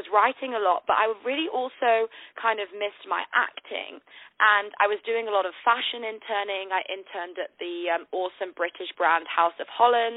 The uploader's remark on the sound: On the phone